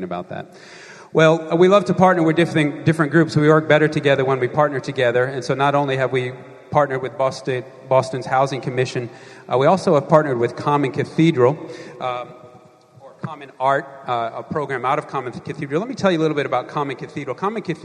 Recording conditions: large echoing room